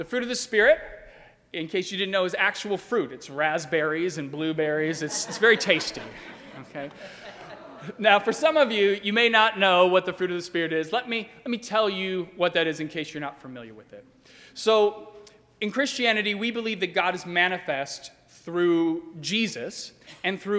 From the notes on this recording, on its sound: during the 10:30 AM Ash Wednesday service on Wednesday March 1, 2020, at First Presbyterian Church of Arlington Heights, Illinois.